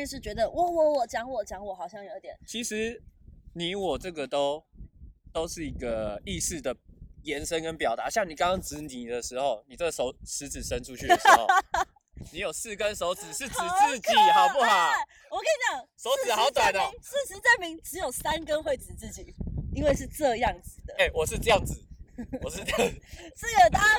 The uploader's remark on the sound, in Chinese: 首創戶外錄製。擎天崗。